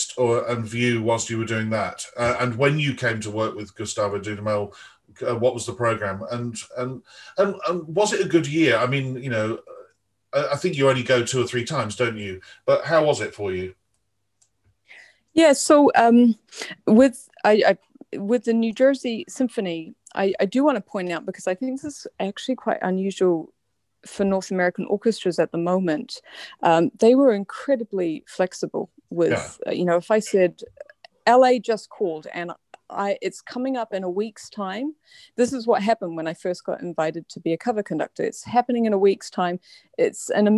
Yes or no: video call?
yes